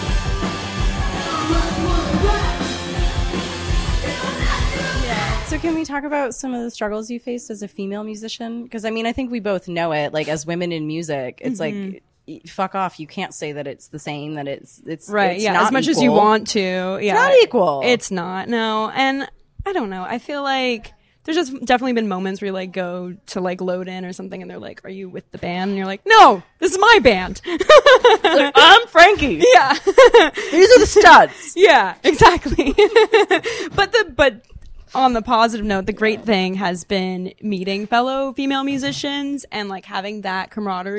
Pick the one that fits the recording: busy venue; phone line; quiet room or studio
busy venue